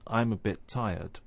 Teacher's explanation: we don't hear both of those t sounds. We only really hear one. What happens is that we are ready and our tongue is in the right position to pronounce t at the end of bit, but we don't release that sound until we start to say tired.